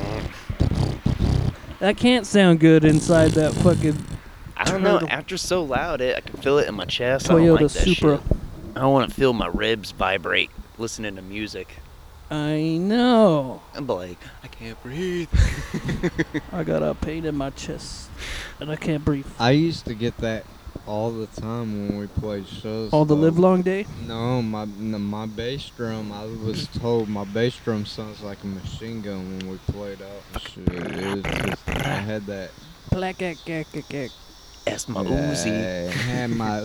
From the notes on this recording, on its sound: We are chillin outside, catching some rays and talking shit.